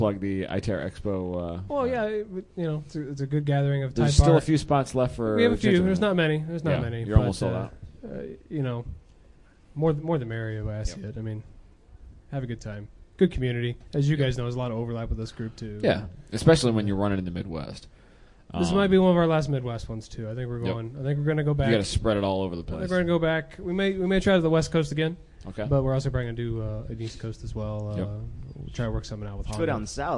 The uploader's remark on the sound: Live from HondaMeet15.